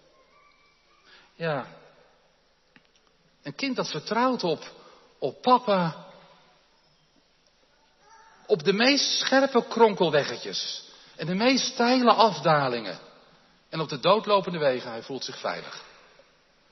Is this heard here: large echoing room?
yes